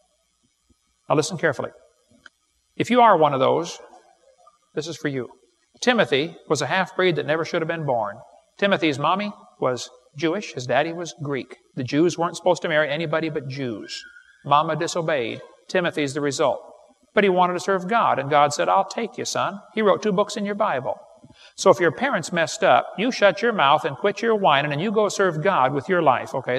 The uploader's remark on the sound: This is the first part of the Age of the Earth seminar. This is recorded live and was recorded several years ago.